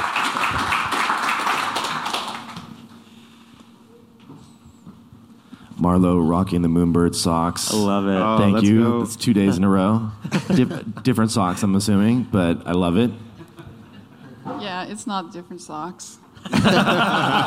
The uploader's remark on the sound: In this live audience episode, we come to you from NFT NYC 2023!